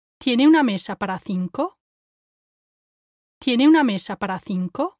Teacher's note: But to sound more natural, he should have started raising his pitch slowly from the beginning of the question.